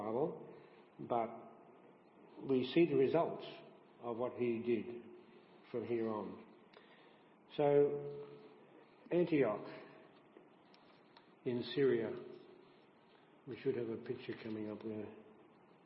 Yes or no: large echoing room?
yes